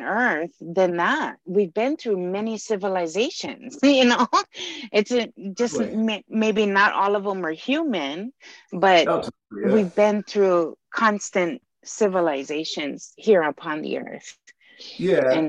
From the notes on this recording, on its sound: zoom call